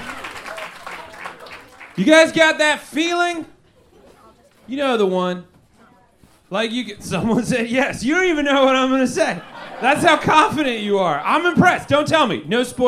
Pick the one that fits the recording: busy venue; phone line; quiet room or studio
busy venue